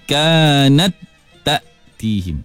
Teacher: Adapun ta yang pertama, dia telah hilang sama sekali. Bukan hanya zat ta yang pertama tu hilang, bahkan sifat-sifatnya semua hilang.